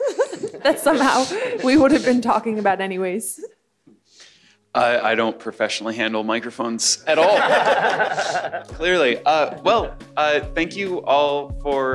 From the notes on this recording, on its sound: Hosted at the 2017 Joint Mathematics Meetings in Atlanta. Hosted at the 2017 Joint Mathematics Meetings in Atlanta. Many thanks to the MAA, AMS, and Atlanta for the JMM where this panel was taped and to all the math loving people who came out to see it in person.